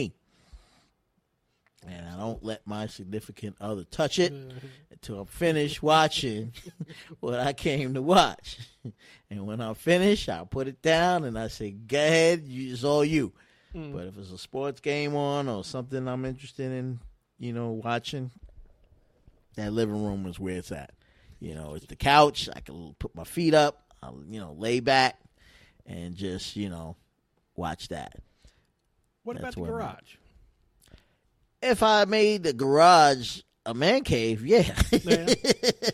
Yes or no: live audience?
no